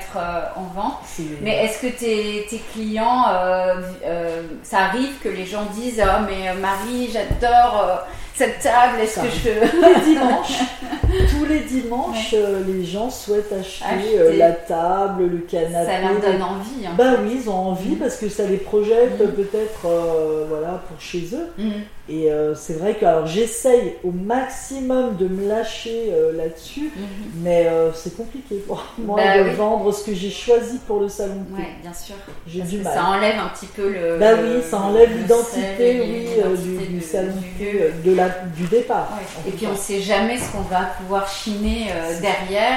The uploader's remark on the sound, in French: Nous avons enregistré l’épisode dans leur salon de thé, vous entendrez des bruits de fond. Au village des brocanteurs à Tigneux près de Lyon.